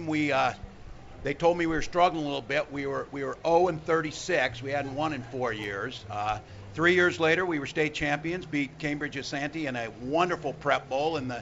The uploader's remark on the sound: live at the state fair